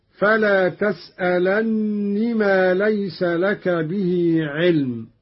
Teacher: قرأ قالون بتشديد النون هكذا: فلا تسألني ما ليس لك به علم، على أنها نون التوكيد الخفيفة أدغمت في نون الوقاية.